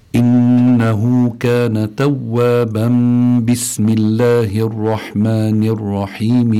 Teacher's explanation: تقلب النون الساكنة التي هي يتضمنها التنوين تقلب ميما مخفاة مع الغنة · Term: الإقلاب